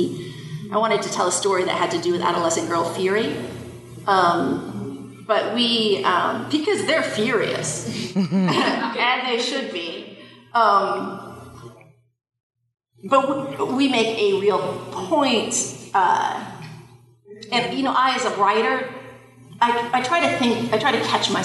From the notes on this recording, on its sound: Live from Comicpalooza. This panel was live at Comicpalooza.